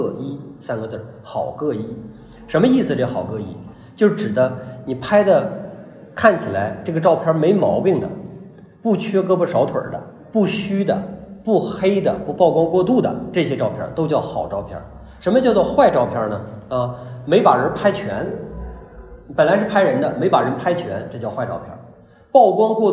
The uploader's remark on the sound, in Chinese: 讲座录音